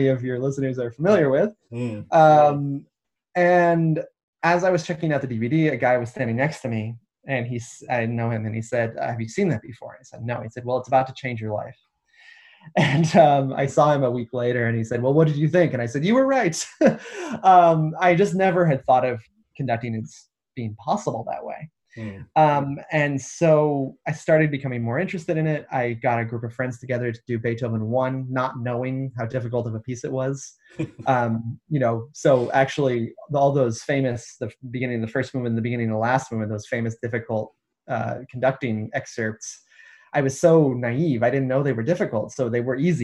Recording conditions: video call